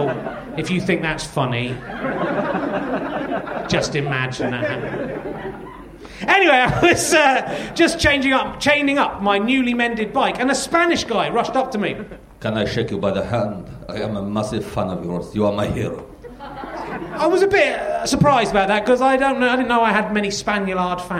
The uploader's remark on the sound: The audience are the filthiest and most depraved thus far